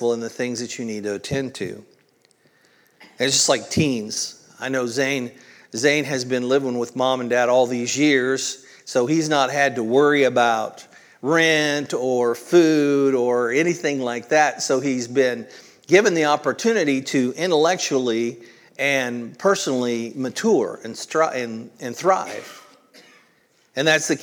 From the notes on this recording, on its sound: originally recorded at Palestine Church of Christ on June 4th, 2023.